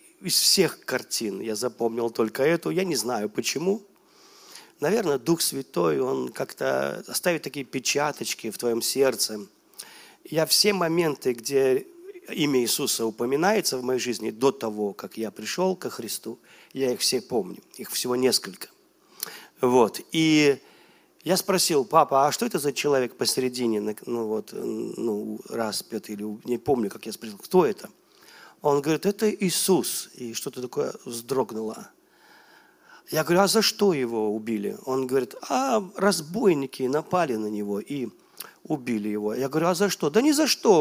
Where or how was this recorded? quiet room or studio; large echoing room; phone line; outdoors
large echoing room